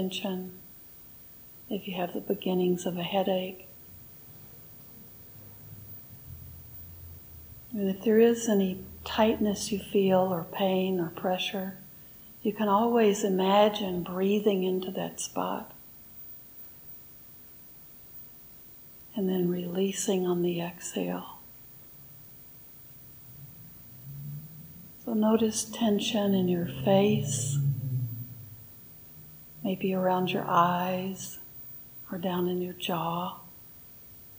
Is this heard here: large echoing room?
yes